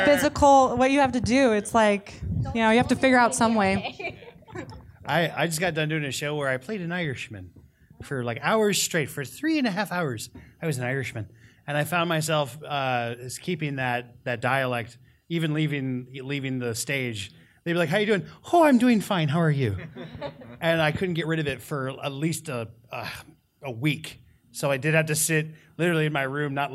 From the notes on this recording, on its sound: This week we're showcasing the super mega VOICE ACTOR Q&A PANEL that we moderated at Ba-CON!